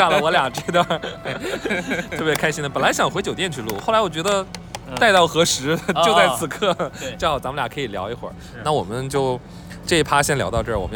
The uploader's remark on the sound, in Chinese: 在淄博博山区的现场报道